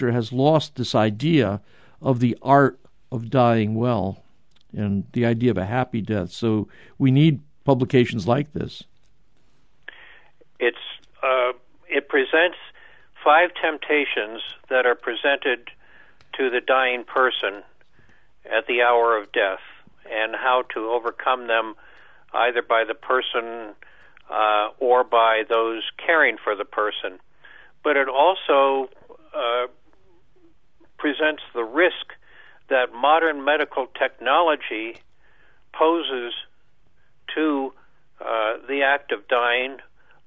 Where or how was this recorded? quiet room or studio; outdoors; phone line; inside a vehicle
phone line